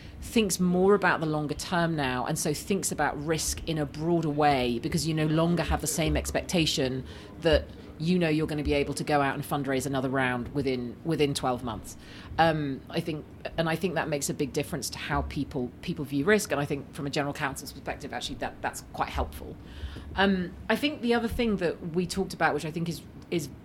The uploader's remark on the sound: Live from the GC Strategy Summit. Comes to you live from The Lawyer ’s recent GC conference in Bedfordshire. Join to tell listeners what they’re hearing behind the scenes at the conference.